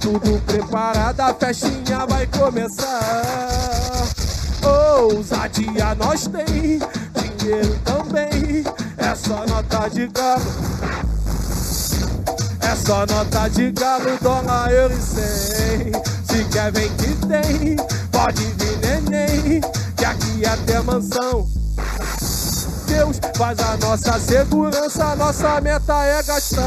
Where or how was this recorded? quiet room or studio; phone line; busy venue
busy venue